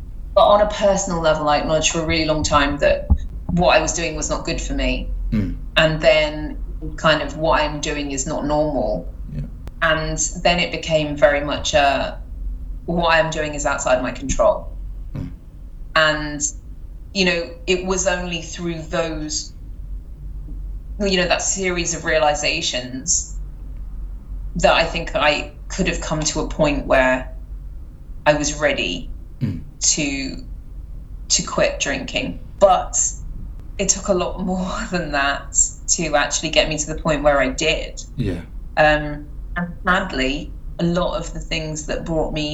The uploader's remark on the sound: I apologise for the fact the sound quality isn’t at the usual quality with it being a remote interview